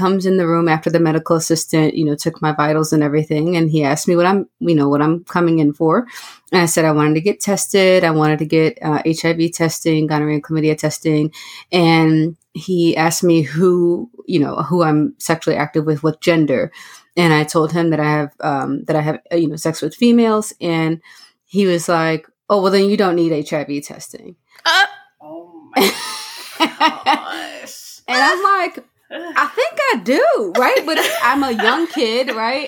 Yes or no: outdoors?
no